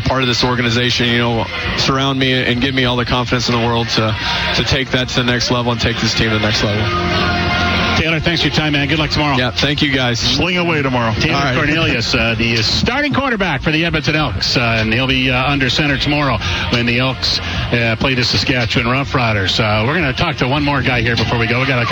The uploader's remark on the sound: LIVE from Commonwealth Stadium for Fan Day